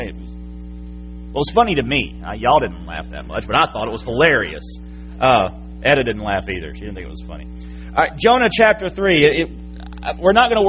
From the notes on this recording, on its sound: January 8, 2017 PM Service. FBC Sulphur, LA.